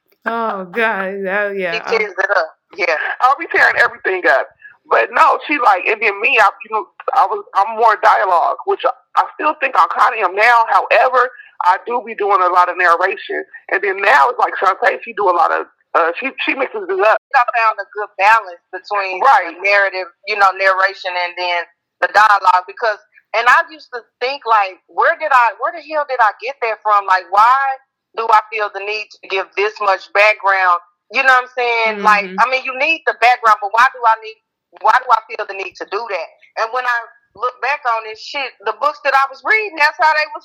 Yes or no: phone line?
yes